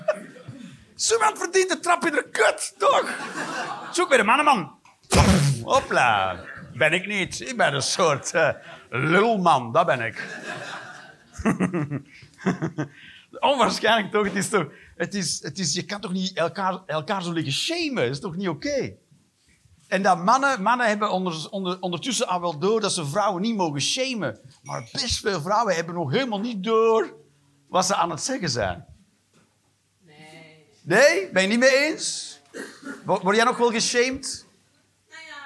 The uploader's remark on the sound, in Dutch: Live 1 Oktober 2023, Toomler, Amsterdam.